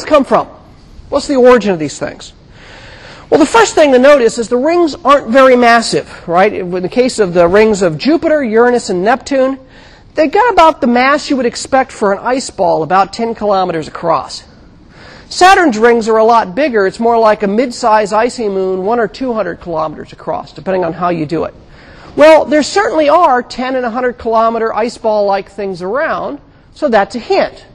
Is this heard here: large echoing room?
yes